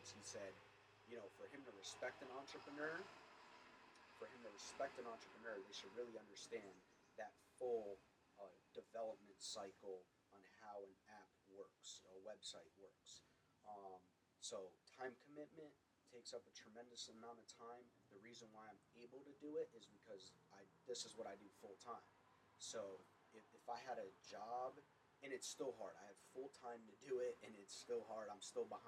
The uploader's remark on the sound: Excuse us for the low audio.